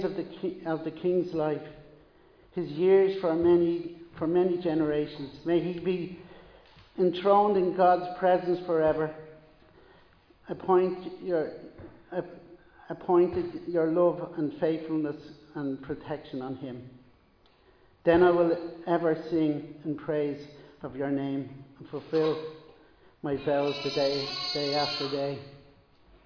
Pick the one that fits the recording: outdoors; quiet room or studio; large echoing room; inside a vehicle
large echoing room